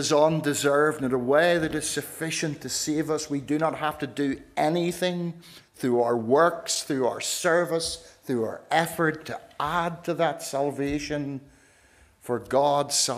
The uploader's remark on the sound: This is the recording of the Bible reading and sermon from our harvest evening service